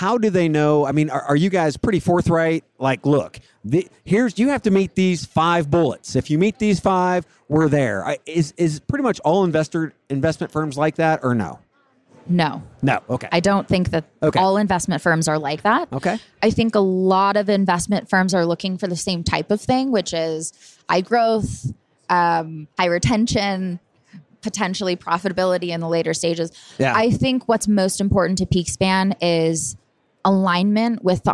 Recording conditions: busy venue